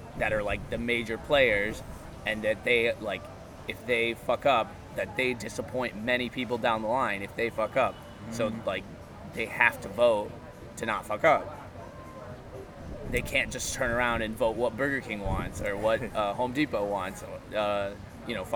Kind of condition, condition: fault, wind noise